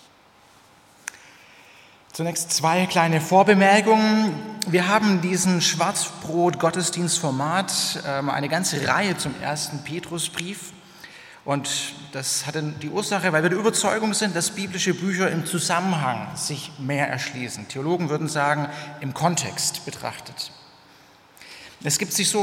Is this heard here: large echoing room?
yes